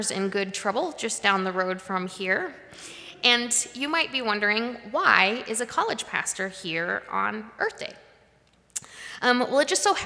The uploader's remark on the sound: Live-streamed from the sanctuary of Mayflower Congregational UCC in Oklahoma City.